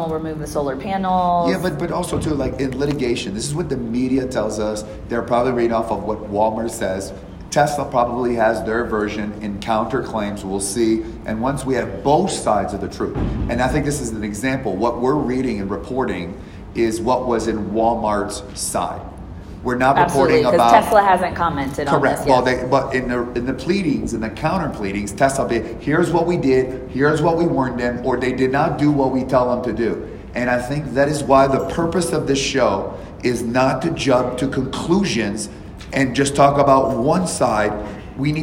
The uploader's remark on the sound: live from an event in Johannesburg South Africa